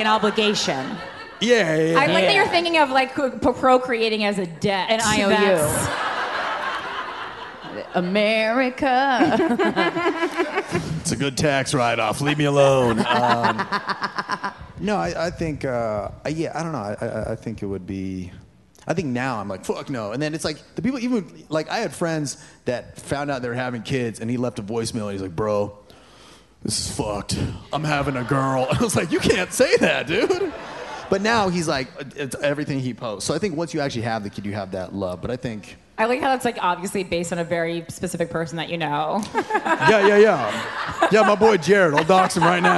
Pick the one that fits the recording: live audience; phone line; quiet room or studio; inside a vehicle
live audience